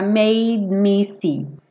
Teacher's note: no que eu já vou fechar o lábio, esse D acaba sumindo